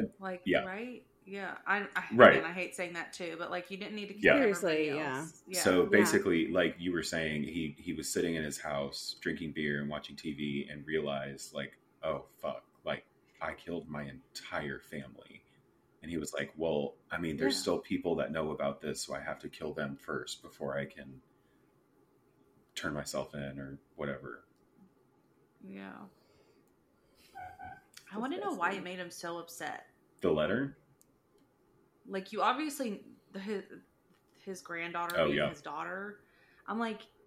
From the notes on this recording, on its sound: Is it really a 3 SWIB episode without technical difficulties?